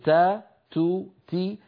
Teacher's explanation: العرب لا تنطق التاء هكذا، العرب تقول تا تو تي، فيها شيء من الهمس لطيف · Term: همس التاء